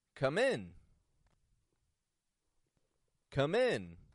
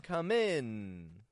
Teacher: The N is very short, but the I is raising in the tone. · Shown in: first take · The vowel sound is raising in the tone, getting stronger.